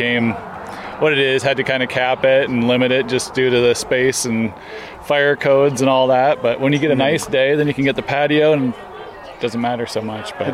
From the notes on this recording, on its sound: CIRREM (a 16-year-old 64-mile hilly gravel race in the south central Iowa town of Cumming the final Saturday in February). Microphone came out after the race and we talked to people.